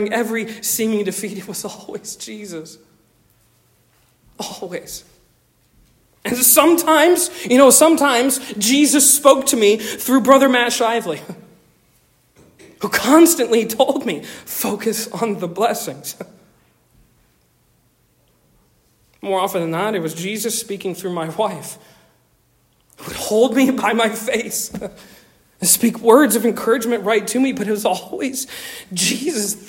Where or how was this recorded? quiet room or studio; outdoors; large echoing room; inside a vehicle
large echoing room